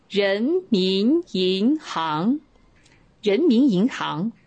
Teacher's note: 这四个字都是二声，都向上